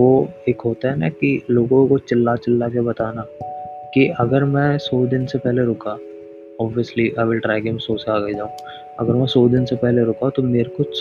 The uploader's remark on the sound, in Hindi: First of all please aawaj kam karke sunna, mera mic jyada close tha to aawah jyada ho gayi.